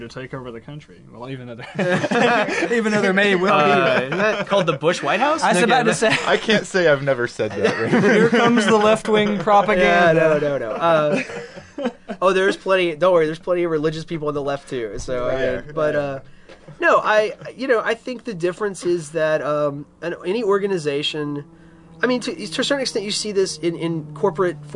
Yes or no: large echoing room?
no